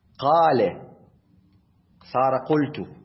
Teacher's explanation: كانت القاف مفتوحة صارت مضمومة